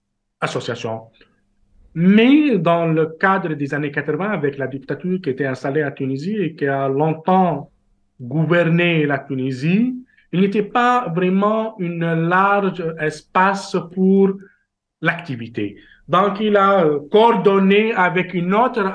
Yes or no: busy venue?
no